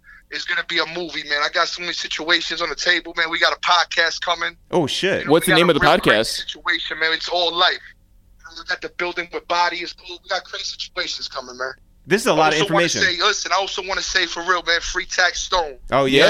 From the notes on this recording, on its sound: we make calls from our Upper West Side apartment